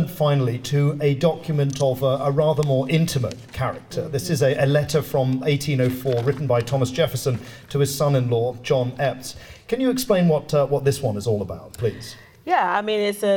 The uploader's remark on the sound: This event was recorded on 11 July 2023 as part of Sotheby’s Book Week